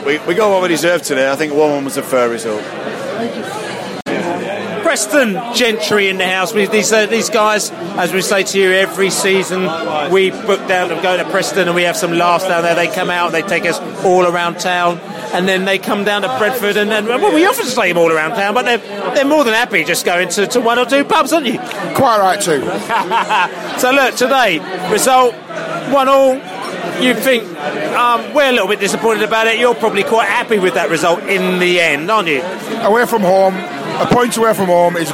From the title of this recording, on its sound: post-match podcast from the pub